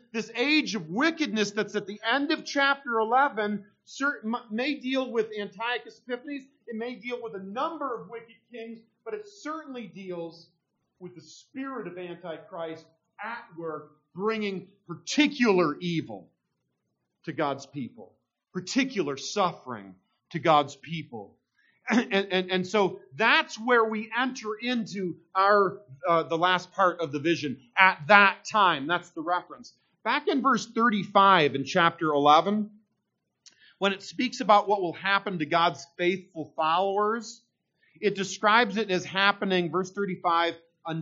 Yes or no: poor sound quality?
yes